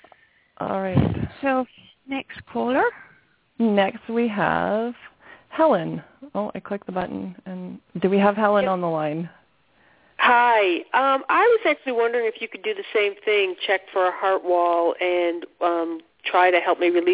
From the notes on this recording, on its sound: Takes your calls for healing live today!